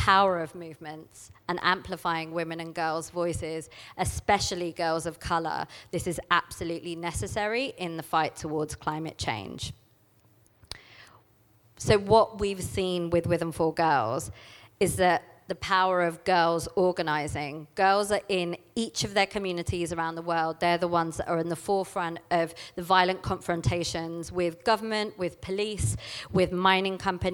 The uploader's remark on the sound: This talk was recorded at She Loves Plants 2019.